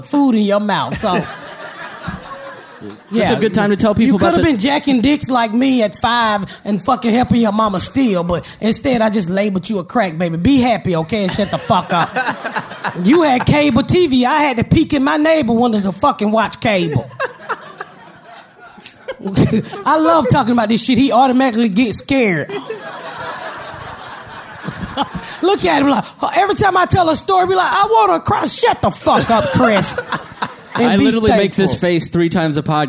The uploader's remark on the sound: Live at the Just For Laughs Festival. It is the first live recording of the Patdown! Take the stage at the Just for Laughs Festival in Montreal, Canada in front of a live audience.